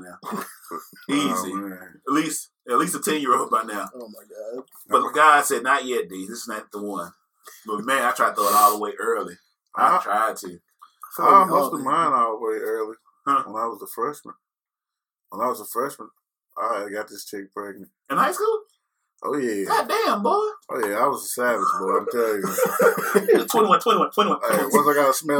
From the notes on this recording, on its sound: The sound this week is not our usual quality please excuse us